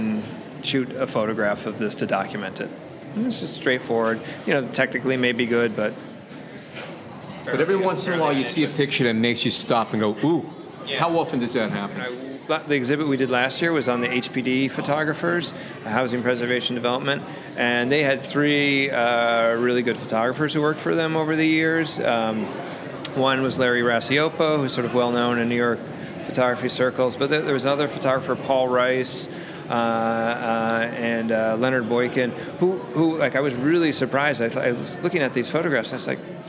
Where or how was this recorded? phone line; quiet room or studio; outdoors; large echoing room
outdoors